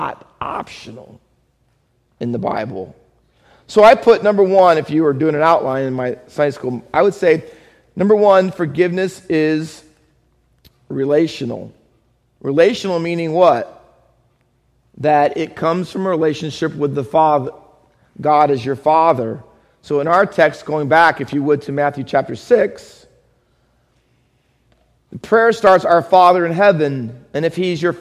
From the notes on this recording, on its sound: Faith Baptist Church in Hamilton, NJ.